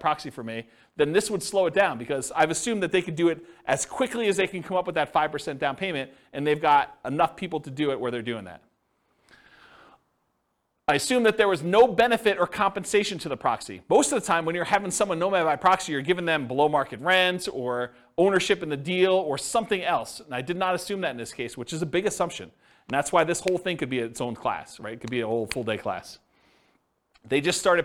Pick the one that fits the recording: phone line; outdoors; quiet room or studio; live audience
live audience